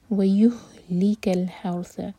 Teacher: یہ جو ہا ہے یہ سینے سے نکلے گا